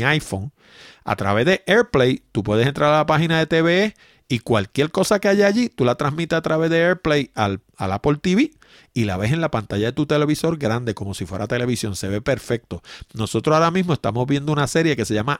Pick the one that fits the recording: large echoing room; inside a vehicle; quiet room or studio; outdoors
quiet room or studio